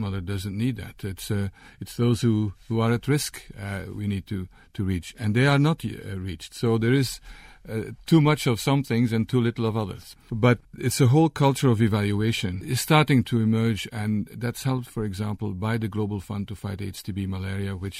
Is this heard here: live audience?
no